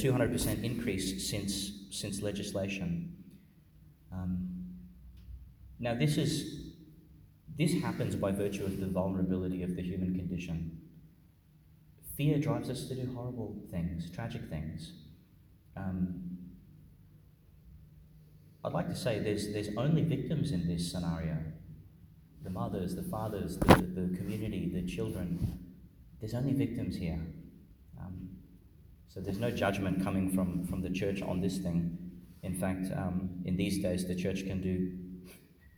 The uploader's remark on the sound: Homily for the Feast of the Holy Innocents (Wednesday in the Christmas Octave), delivered at Our Lady Star of the Sea Church, Gladstone, Qld.